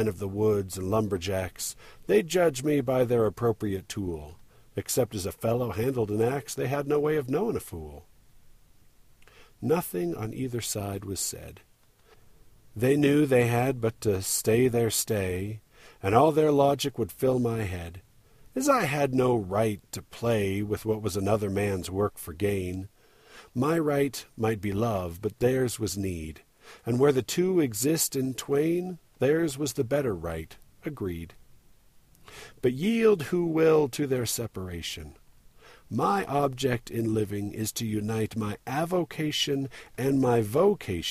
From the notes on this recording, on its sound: Recorded indoors--or rather, in car, trying to get out of the wind enough to make myself audible. I was birding at the Provo Airport Dike, which is one of the best spots around here for waterbirds (and other birds as well, of course).